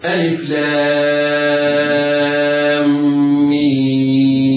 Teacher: تمد مدا مشبعا بمقدار 6 حركات